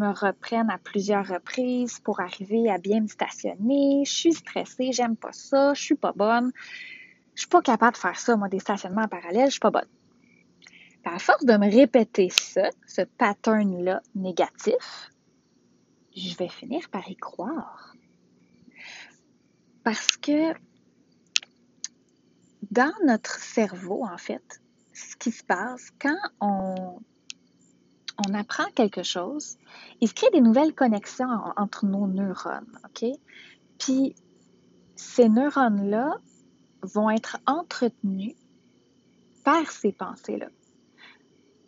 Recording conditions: outdoors